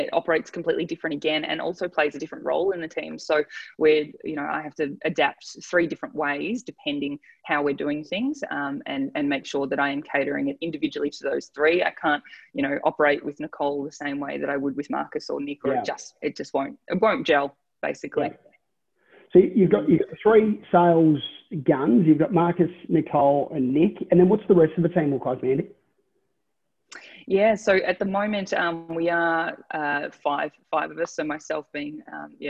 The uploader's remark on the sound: ZOOMCAST